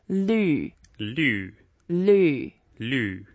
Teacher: It's the fourth tone, and then you need to curl your tongue a little bit, and then have the tip of your tongue touching the back of your teeth, both upper and lower teeth, and of course you have your mouth slightly closed.